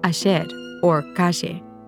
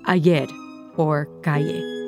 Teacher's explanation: Often the double L's and Y's are pronounced with a J sound · Shown in: first take · Term: Argentinian accent